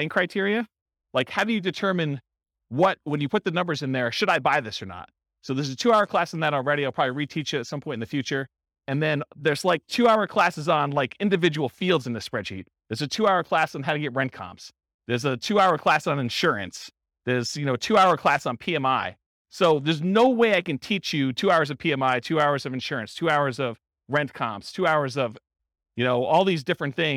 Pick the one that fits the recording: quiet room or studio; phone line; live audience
live audience